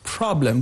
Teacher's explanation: the first syllable has a stress, problem. There it's longer, it's higher, and also it's more extended than the other syllables. is somehow with much more respiratory force. · Term: word-level stress